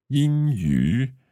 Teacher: So that's a first tone and then a third tone?